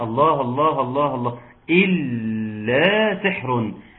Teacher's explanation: بحقق الشدة بتاعت اللام · Term: تشديد اللام